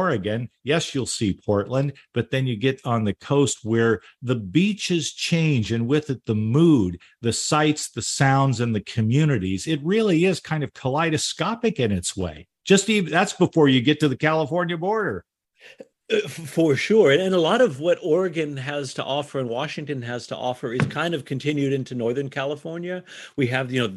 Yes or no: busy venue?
no